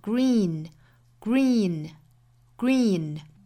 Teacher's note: 应该是 g r 辅音连缀在一起，很快的过渡